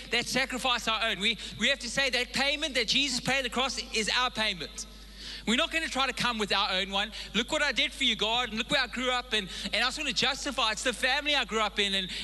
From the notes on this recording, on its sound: Recorded live on Sunday the 15th April 2022